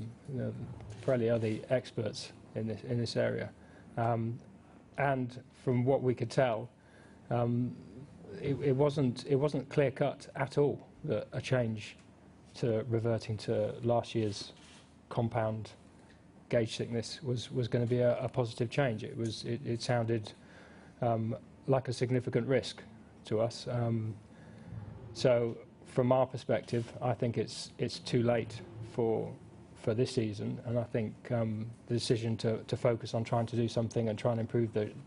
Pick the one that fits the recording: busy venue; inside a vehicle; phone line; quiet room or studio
busy venue